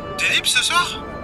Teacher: you can ask a question with a rising intonation